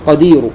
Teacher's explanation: والروم هنا سيأتي بضمة واحدة ولا يأتي بضمتين، يعني لا يأتي بالتنوين وإنما يأتي بضمة واحدة قدير.